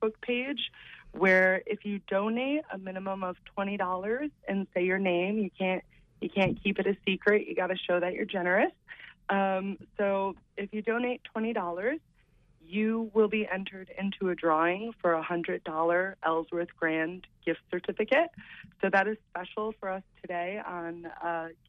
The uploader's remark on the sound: This was WERU’s 3rd year celebrating Giving Tuesday with a call in show dedicated to area nonprofits. Representatives from area nonprofits called in to talk about the work they are doing in the community.